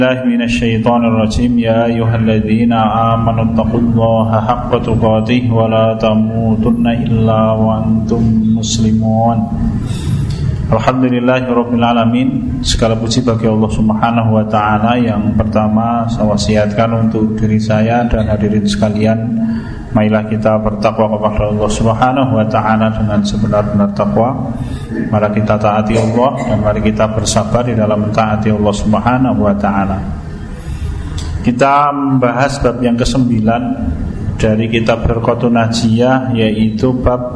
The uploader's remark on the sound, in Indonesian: Rekaman Kajian Majelis Pengajian Islam Kitab Firqotun Najiyah. Di Masjid At Tahkim, Jln KH Ahmad Dahlan, Ngampilan, Yogyakarta. Yang diselenggarakan oleh FKAM Yogyakarta dan Takmir Masjid At Tahkim.